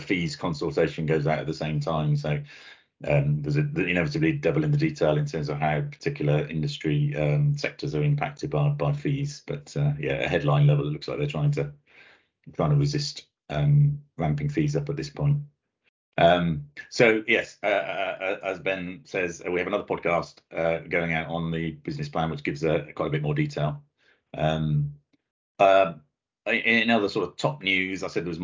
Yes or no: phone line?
no